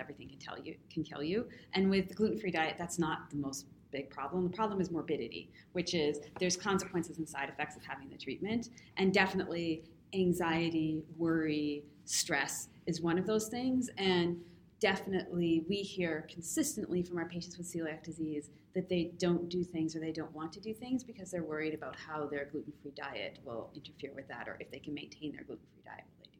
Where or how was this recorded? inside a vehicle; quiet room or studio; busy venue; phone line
busy venue